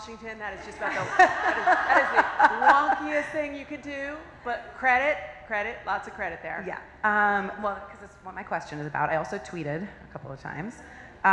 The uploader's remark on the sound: The very first live episode of Broadband Conversations. Sat down with a live audience.